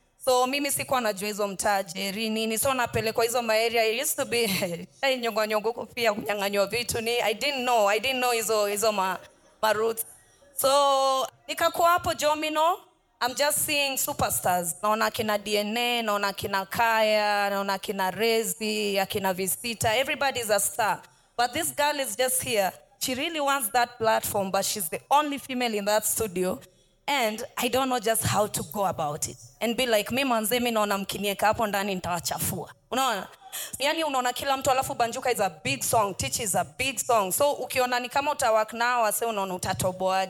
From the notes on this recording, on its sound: The last conversation recorded at VIP ACCESS Podcast first pop-up event.